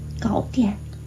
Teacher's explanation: 这个电我相信在这里不是第四声，是一个轻声